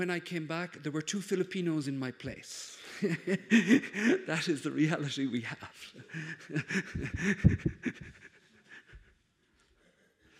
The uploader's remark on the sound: Conference given on April, 13th at Casa Árabe in Madrid